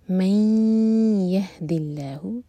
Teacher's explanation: اور اینڈ میں ہا کا ساؤنڈ کلیئر آئے من یهدی اللہ من یہ ادغام غنہ کے ساتھ